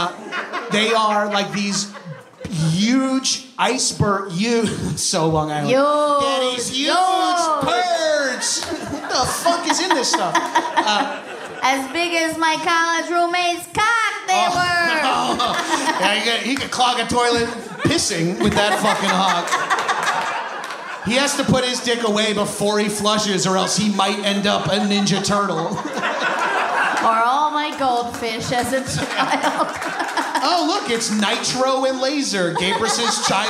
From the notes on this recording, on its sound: a LIVE taping of High & Mighty in San Fransisco